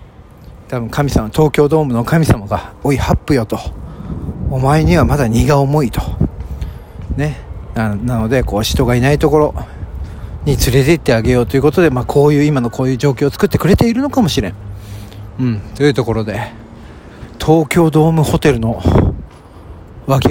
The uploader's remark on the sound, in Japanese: はじめてのロケトーク『飯田橋〜水道橋』。歩きながら収録しました。景色を眺めながらタラタラとトークをするのも面白いですね。